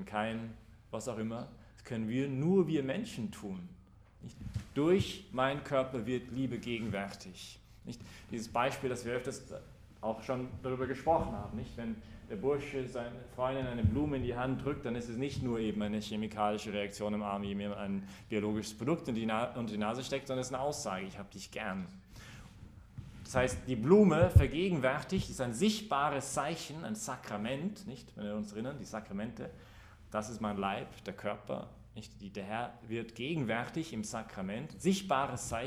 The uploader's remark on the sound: Predigt gestern bei der BeFree Messe im Zentrum Johannes Paul II: in Wien.